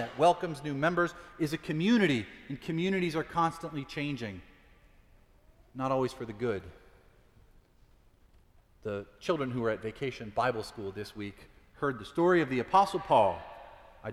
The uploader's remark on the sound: Preached at Fourth Presbyterian Church.